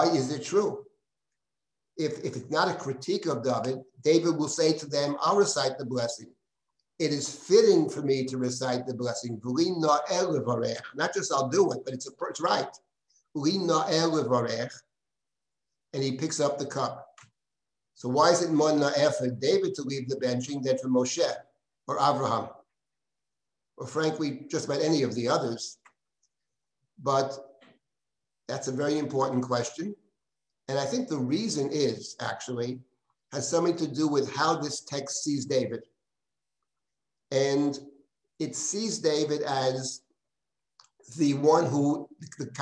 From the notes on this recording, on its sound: This audio was originally captured from Zoom.